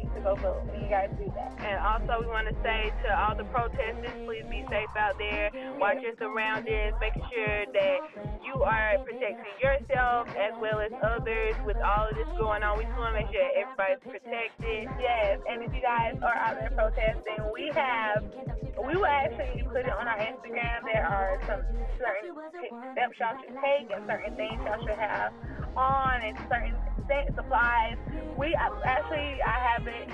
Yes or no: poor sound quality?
yes